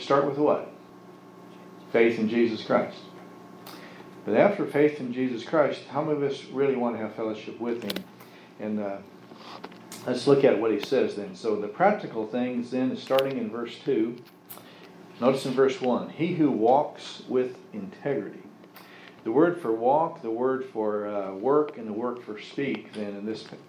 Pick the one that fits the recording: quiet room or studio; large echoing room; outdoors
large echoing room